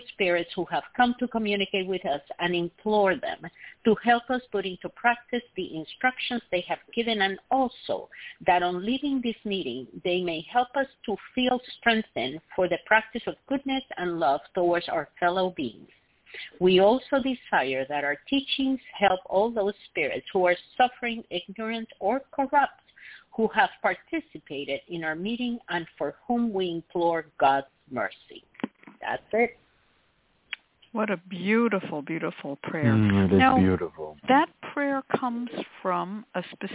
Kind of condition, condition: link, phone line